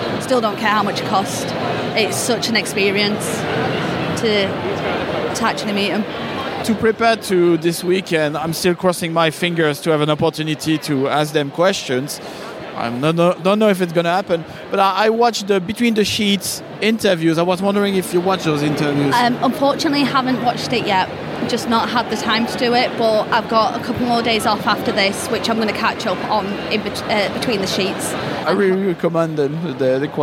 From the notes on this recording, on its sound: That Time Critical Role Ruled MCM London Comic Con. We are back in the halls of the ExCeL London.